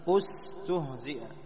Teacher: فنضم الهمزة الأولى، نضم الهمزة الأولى لأن ثالث الفعل مضموم ضمة أصلية، وأضف إلى ذلك أن هذه ألف ما لم يسمى فاعله، فتكون دائما وأبدا مضمومة.